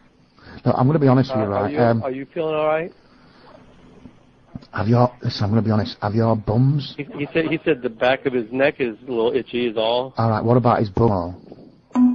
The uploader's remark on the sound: Prank Phone Calls.